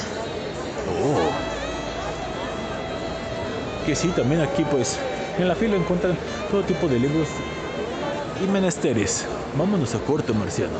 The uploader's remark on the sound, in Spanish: Salió de su estudio de grabación y traslado a la expo Guadalajara para hacer el programa desde la FIL 2021. Algunas pequeñas intervenciones de visitantes en el recinto, se vivió una experiencia diferente después de más de un año que no se hacía un programa fuera de cabina.